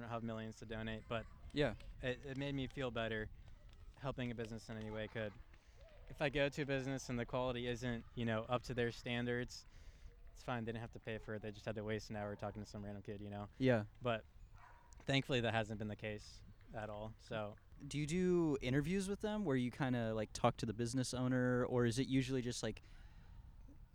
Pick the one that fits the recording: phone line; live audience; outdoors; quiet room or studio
outdoors